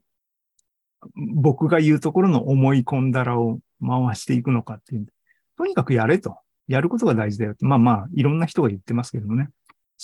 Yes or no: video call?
yes